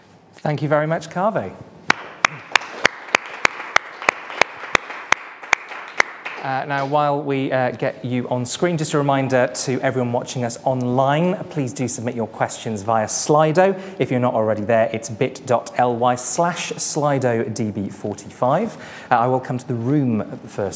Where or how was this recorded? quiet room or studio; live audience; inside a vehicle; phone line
live audience